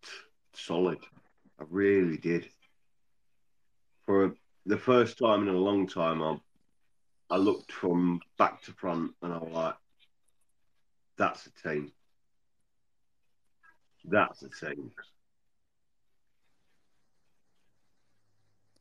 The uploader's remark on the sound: Recorded via X Space